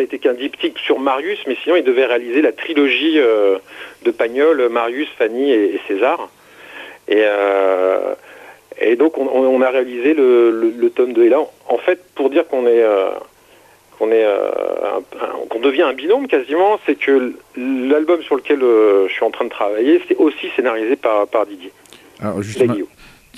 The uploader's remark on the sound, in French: qui reçoit par téléphone le dessinateur